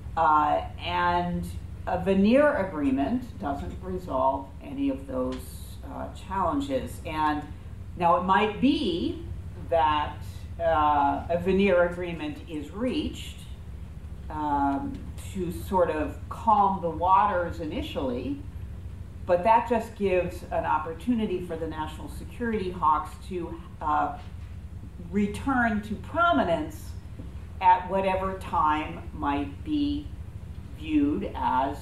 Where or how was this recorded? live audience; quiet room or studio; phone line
live audience